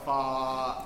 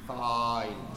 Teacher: find, can we make sure that it's a good ah vowel, fa, and then at the very end we put in the diphthong of the E